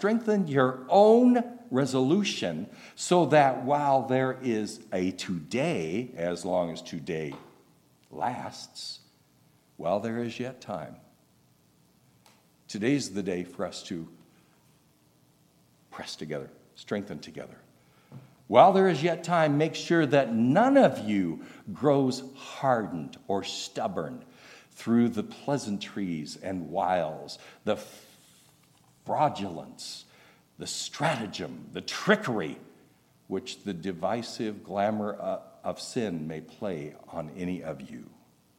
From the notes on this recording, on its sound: recorded August 19, 2023, at Ringgold Seventh-day Adventist Church